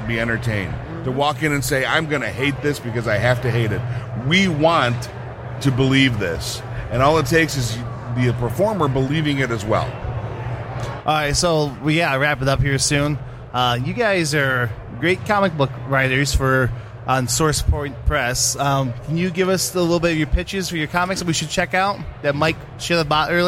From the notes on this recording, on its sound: Live From Motor City Comic Con